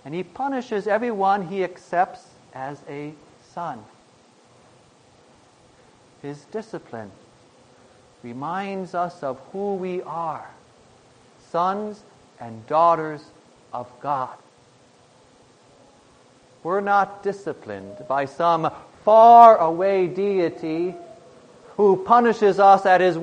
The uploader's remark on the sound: Preached on August 22, 2010, for the Thirteenth Sunday after Pentecost